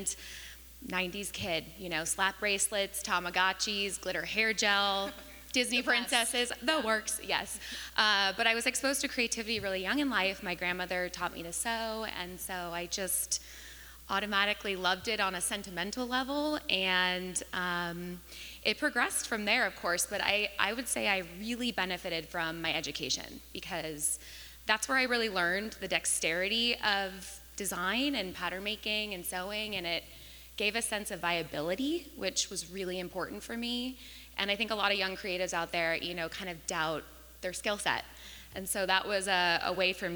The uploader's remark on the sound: the first ever live recording of the Founding Fearless Podcast at the KS WELI Women's Summit 2023